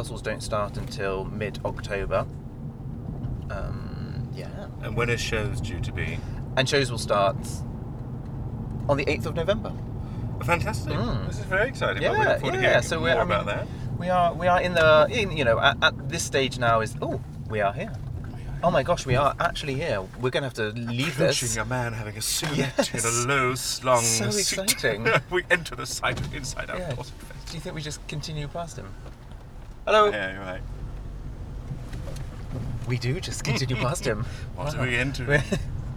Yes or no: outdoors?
yes